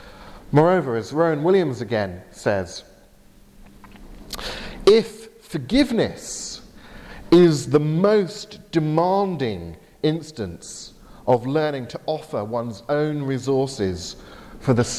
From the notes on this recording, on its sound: Delivered at Portrush Presbyterian Church in Northern Ireland.